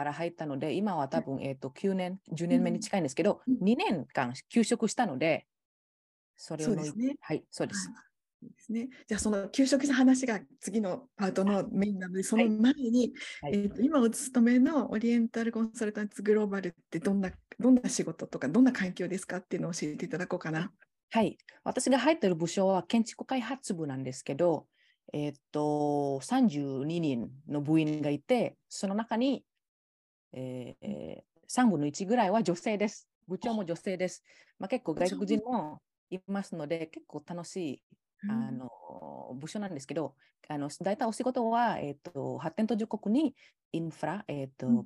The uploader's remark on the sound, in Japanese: 収録場所： オンライン (Zoom)